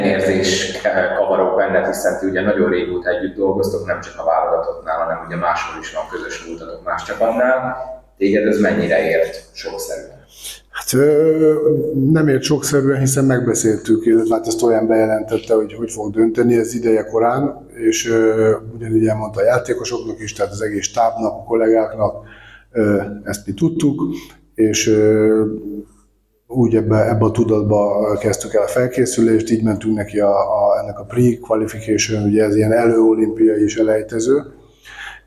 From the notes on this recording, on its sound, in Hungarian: A hangminőségért elnézést kérek